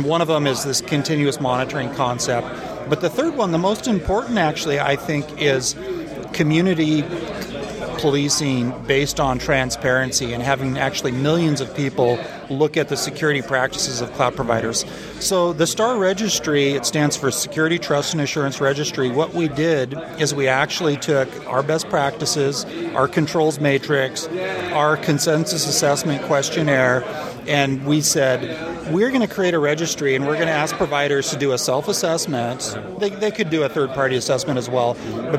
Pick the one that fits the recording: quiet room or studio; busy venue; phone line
busy venue